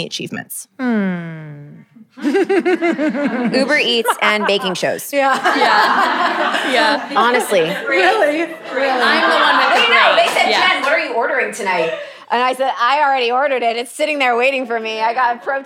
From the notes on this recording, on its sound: Living Room Session. Answer questions from our incredible live audience.